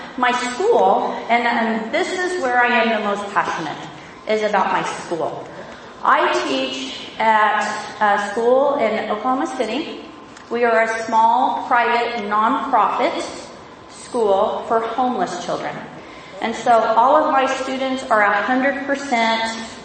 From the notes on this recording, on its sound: This is a recording of a presentation. At the 2016 iPadPalooza Conference in Austin, Texas.